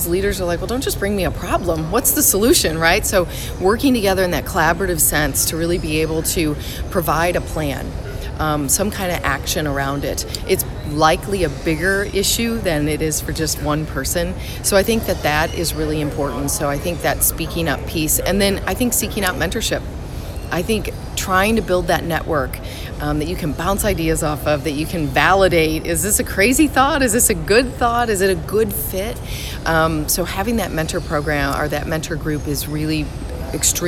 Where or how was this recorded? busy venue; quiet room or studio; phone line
busy venue